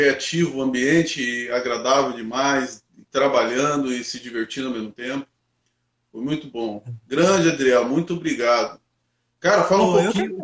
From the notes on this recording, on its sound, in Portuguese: PODCAST extraído da LIVE TEMPO DE APRENDER gravada no instagram